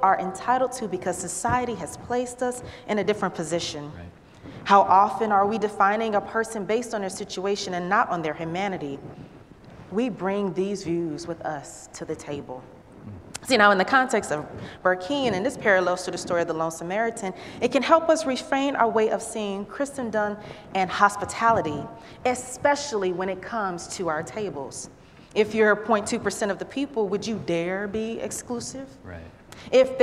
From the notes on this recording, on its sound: At Northwest Presbyterian Church in Atlanta.